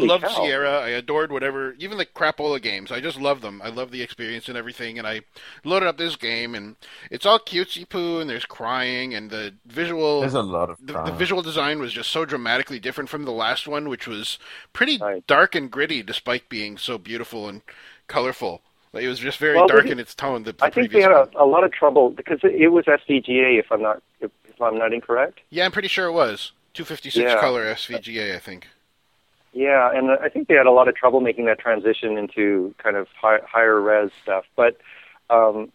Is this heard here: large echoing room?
no